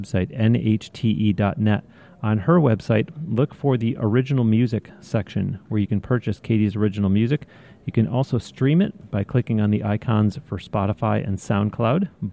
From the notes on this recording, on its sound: This episode was recorded on-location in Anaheim, California, at the NAMM Show, where she had just performed.